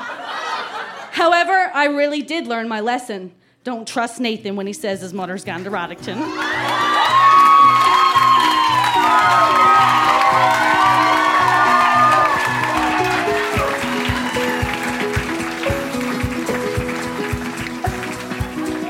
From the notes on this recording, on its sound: Recorded live at The Company House in Halifax, NS.